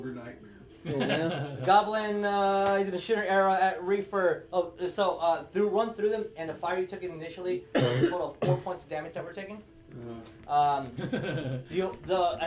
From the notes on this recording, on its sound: Sorry for the audio/video issues.